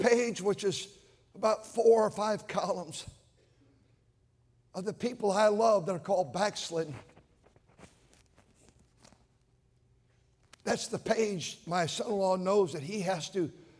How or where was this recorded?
large echoing room